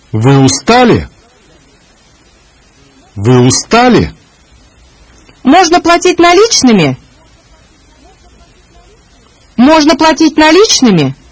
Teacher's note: When the stressed syllable is not the final one in the sentence, there is a sharp rise of the voice on the accented syllable, followed by a distinct drop in tone after the stress